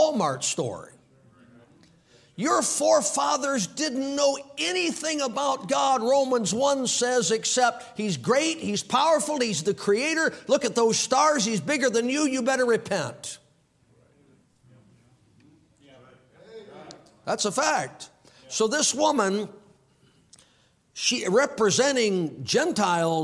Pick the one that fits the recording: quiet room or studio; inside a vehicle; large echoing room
large echoing room